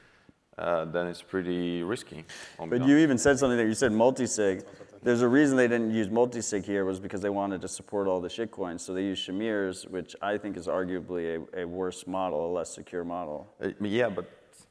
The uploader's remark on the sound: Live From the Open Source Stage at Bitcoin 2023 in Miami on May 19th, 2023